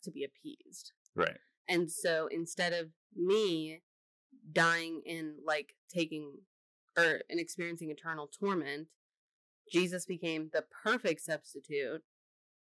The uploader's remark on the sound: Sorry about the sound quality - we have a few issues, but this is a one-week issue. Also, the longer you listen, the better it sounds!